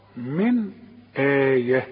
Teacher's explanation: من نون ساكنة وبعدها همزة، يبقى ما غنش هنا، الهمزة دي من حروف الإظهار